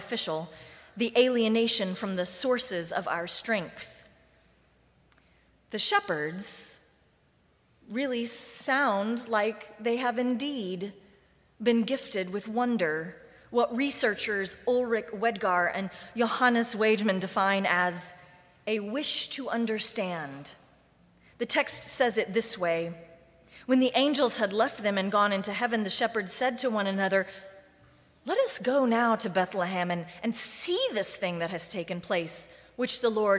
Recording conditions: large echoing room